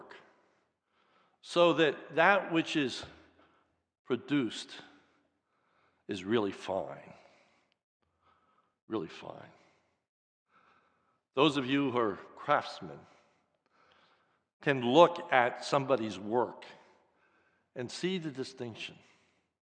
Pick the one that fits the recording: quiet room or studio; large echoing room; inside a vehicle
large echoing room